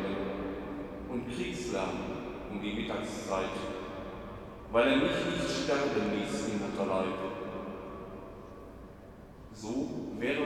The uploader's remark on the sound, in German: Mitschnitt der Trauermette an Karfreitag